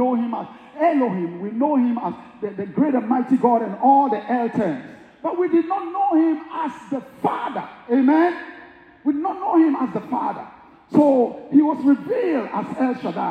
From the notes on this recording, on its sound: speaks during a men's breakout session at the 2023 Building the Bridge Conference in Houston, Tx.